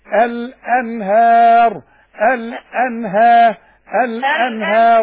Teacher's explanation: الهاء مرققة في المصحف كله، والنون مرققة، والهمزة مرققة. الأنهار.